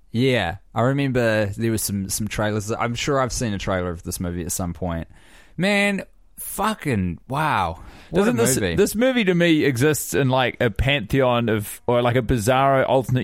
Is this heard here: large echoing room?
no